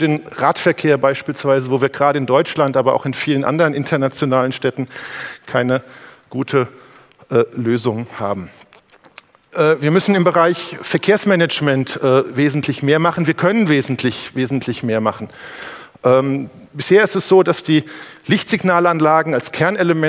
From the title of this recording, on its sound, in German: beim auto motor und sport Kongress 2019